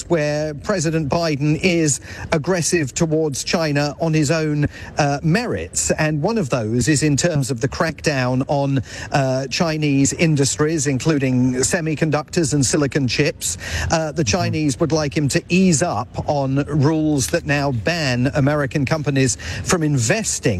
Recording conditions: busy venue